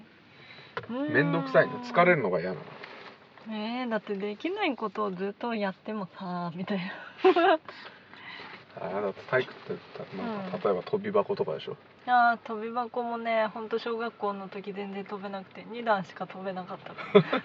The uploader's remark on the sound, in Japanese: 車内での録音です、途中雨音がします。